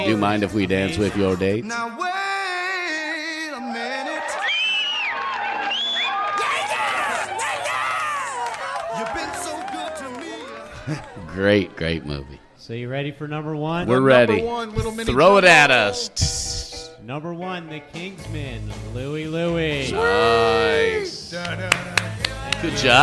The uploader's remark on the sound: Recorded live at the Crooked Eye Brewery.